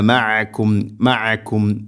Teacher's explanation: عين തൊണ്ടയുടെ മധ്യഭാഗമാണ് عينിൻ്റെ മഖ്റജ്.